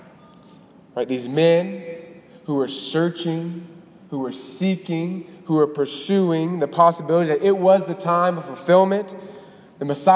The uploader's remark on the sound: Delivered on January 21, 2018 at the Cathedral of the Nativity of the Blessed Virgin Mary in Biloxi, MS.